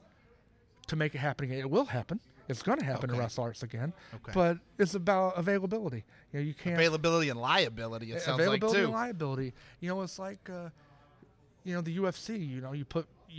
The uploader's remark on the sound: WrestleARTS 11 Preshow Extravaganza at Sahara Grotto. Special pre-show episode recorded at the iconic Sahara Grotto.